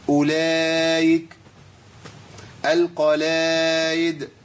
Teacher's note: الهمزة المكسورة بتبدل بإيه؟ بياء، بس ياء مش ياء كاملة